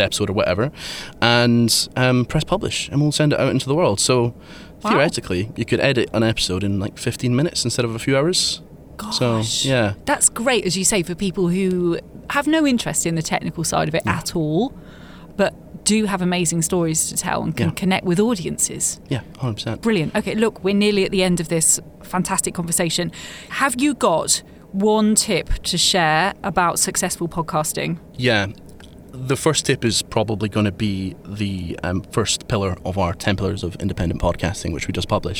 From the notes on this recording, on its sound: Recorded live at the Podcast Show in London.